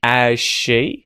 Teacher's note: Then we can get rid of that H and just say, as she, and we can de-emphasize, de-stress that ah vowel sound.